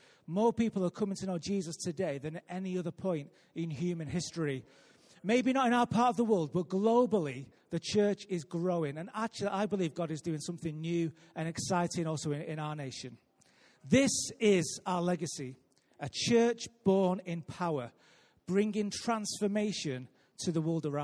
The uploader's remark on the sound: Recorded live at Life Church